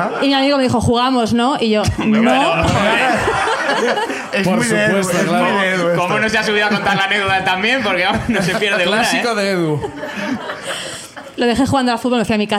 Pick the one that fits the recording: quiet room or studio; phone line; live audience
live audience